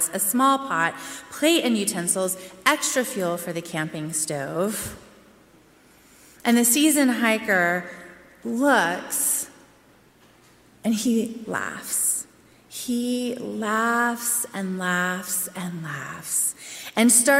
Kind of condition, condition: setting, large echoing room